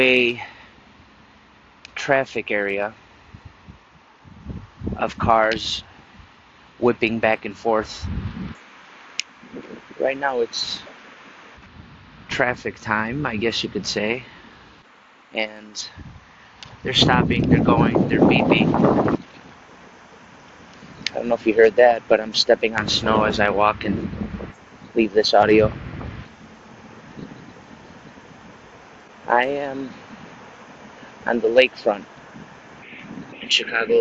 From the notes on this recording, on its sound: Enjoying the outdoors, with all its splendor, and noises, as I’m trying to re-energize!